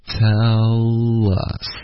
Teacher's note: tell 跟 us 也需要连读